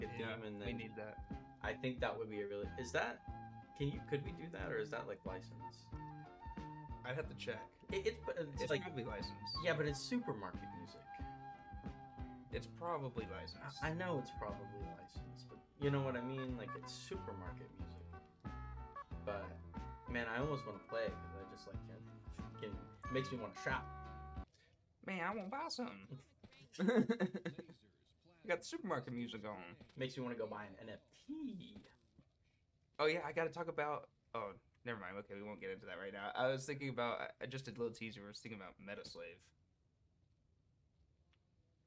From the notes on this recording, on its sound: We don't have a lot of experience editing or recording a podcast, so you may have to be patient on the quality to reach 100%. Fallout: New Vegas is gonna be the game in the background for the next few podcast.